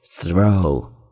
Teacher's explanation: 它是咬舌头的轻辅音，后面是一个双元音